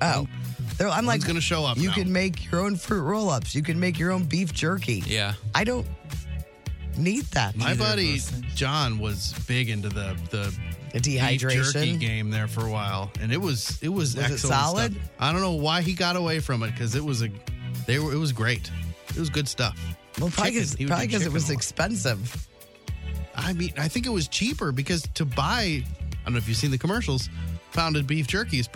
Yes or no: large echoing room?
no